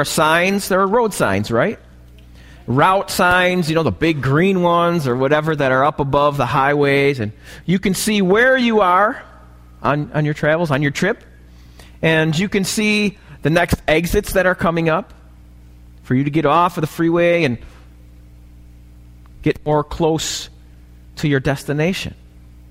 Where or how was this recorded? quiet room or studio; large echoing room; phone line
large echoing room